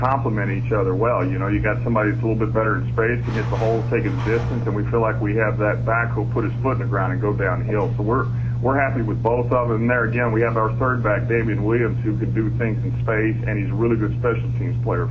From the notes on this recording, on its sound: Opponent Conference Call. Miami Dolphins Interim Head Coach Speaks with the New York Media.